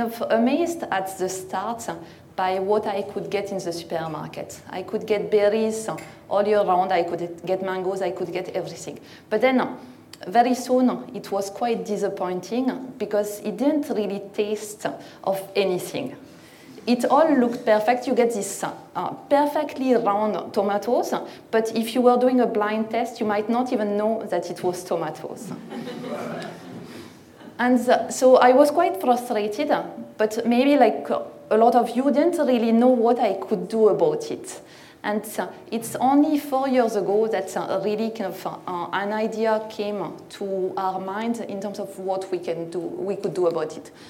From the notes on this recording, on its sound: This talk was recorded at Vevolution Topics: Environment 2019.